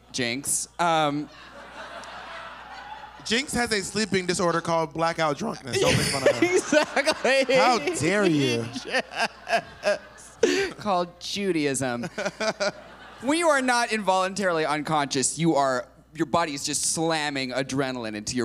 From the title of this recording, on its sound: Live]